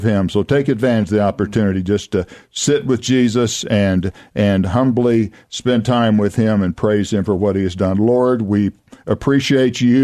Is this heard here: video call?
no